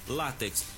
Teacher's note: No entanto, é muito comum o uso na linguagem popular em dizer látex, mas na verdade a palavra correta é paroxítona, sílaba tônica no lá